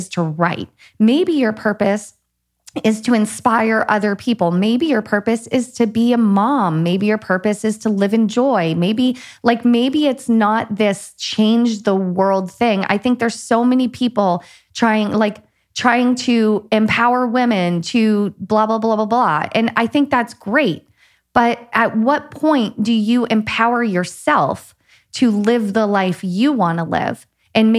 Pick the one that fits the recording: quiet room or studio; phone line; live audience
quiet room or studio